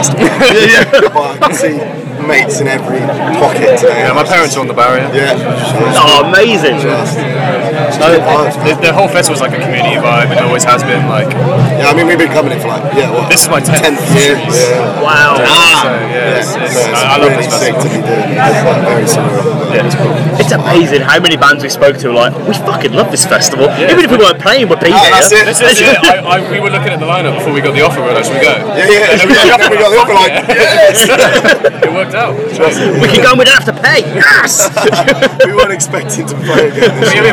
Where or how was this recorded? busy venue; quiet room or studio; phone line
busy venue